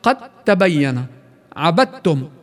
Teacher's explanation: لنقوم بعملية الإدغام بين الحرفين فيصبح الحرفان بالإدغام حرفا واحدا مشددا، وتنتفي صفة القلقلة عن الدال بسبب هذا الإدغام لتصبح تاء متحركة مشددة · Term: المتجانسان